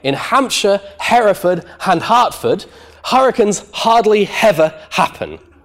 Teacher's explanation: When she pronounces this sentence, she adds in extra H's.